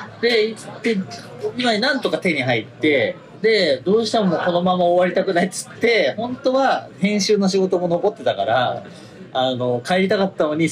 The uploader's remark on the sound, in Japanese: ゲリラ回なので音声が悪いです。京都に行きました。